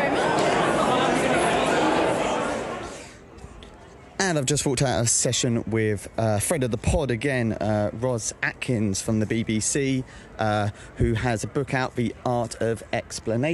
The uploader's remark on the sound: LIVE from ResearchEd 2023